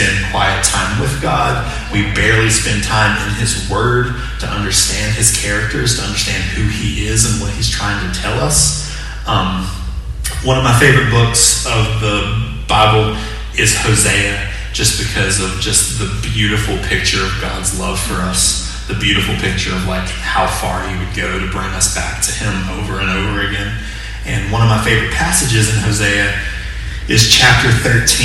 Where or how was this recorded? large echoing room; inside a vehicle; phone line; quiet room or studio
large echoing room